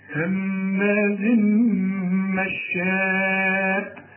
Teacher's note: تنوين وبعده مين ادغام كامل بغنة، همازن مشاء، لازم تمد اربع حركات لان المد ده في والهمزه في كلمه واحده، وهكذا في عموم القران تلاقي مد وبعده همز تمد.